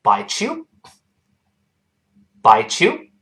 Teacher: 多次说过 t 碰到 e 连读变成 ch